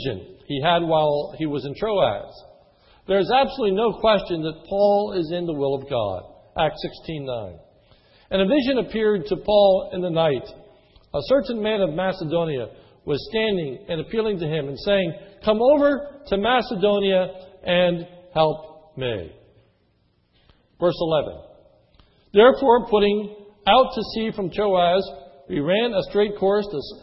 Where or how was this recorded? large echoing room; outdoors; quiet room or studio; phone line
large echoing room